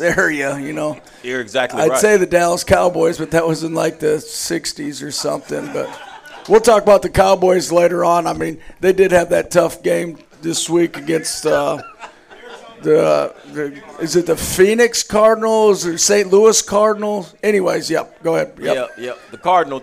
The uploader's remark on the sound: live every Tuesday 730pm at Monte De Rei Mexican Restaurant in Kernersville NC